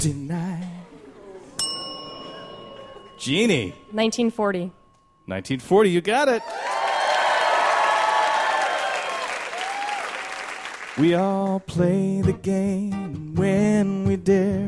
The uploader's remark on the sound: Live from the 2013 World Science Festival.